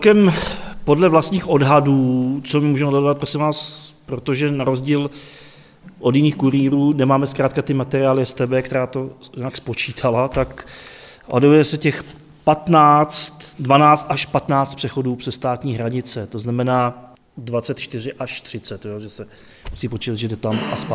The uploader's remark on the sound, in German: Fand im Juli 2021 eine Veranstaltung in Horní Planá (Oberplan), in Südböhmen statt. Der Mitschnitt stammt vom 2.7.2021, aufgezeichnet im Kultur- und Informationszentrum in Horní Planá.